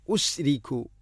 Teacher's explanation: ഉശിരിക്കു എന്ന് ഷീനിനെ കൽക്കല ചെയ്യരുത്. ഉശിരിക്കു അല്ല ഉശ്രിക്കു.